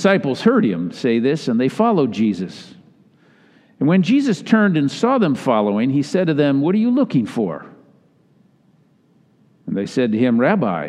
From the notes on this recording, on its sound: delivered in all three Sunday services.